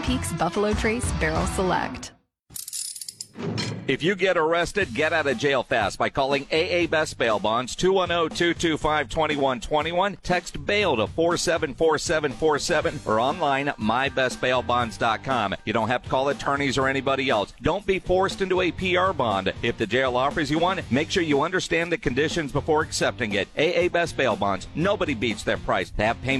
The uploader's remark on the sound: Live from the SA Sports Star Golf Classic at Olympia Hills.